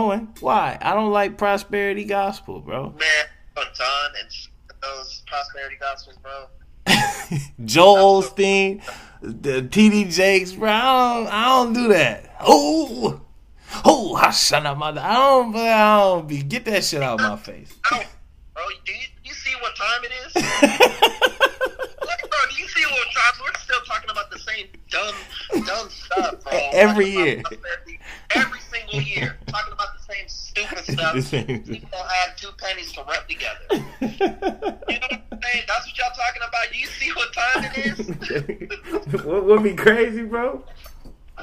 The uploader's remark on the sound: I recorded this from our phone conversation